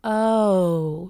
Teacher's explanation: they have what's called a diphthong O, which means it's two vowel sounds that glide together